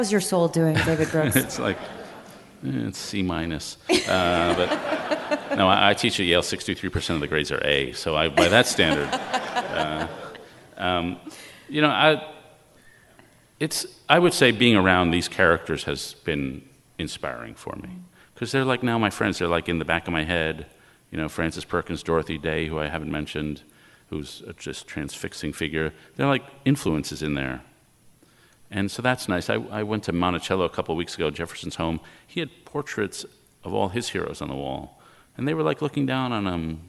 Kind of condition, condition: setting, live audience